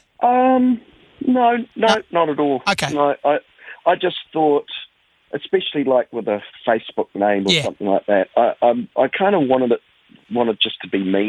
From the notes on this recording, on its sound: An in-depth chat over the phone